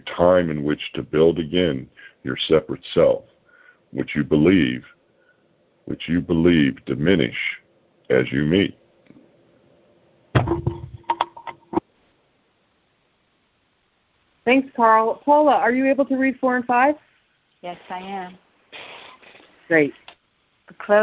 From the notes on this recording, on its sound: ACIM Daily TEXT Conference Call.